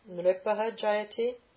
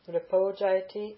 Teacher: A plus visarga plus soft consonant or A goes to O · Shown in: second take · Term: sandhi